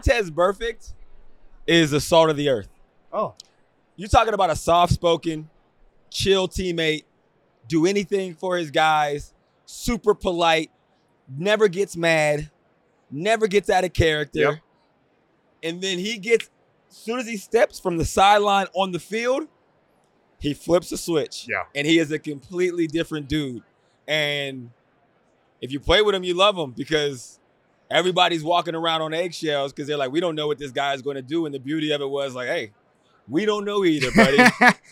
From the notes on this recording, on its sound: From Radio Row. Is on Super Bowl Radio Row.